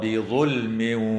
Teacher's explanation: مع إظهار اللام الساكنة في كلمة بظلم وتسمى بلام الاسم.